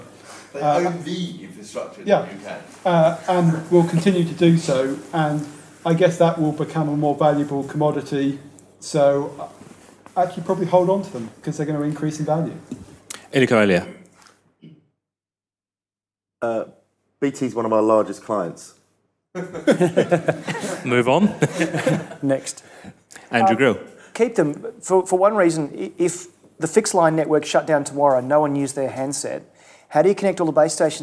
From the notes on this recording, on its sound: Our 'Question Time' event '361 Live' returns celebrating Internet Week Europe with a panel taking questions